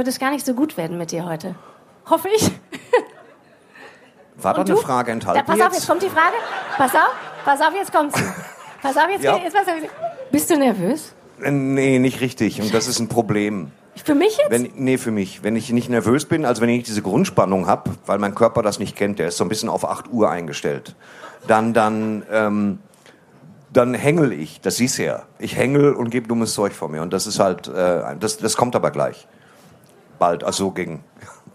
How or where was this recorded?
live audience